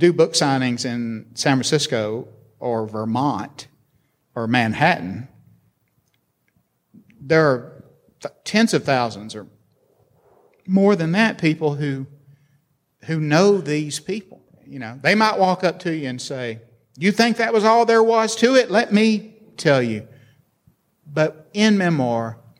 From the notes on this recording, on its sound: This interview took place in front of a live audience at UVA's College at Wise.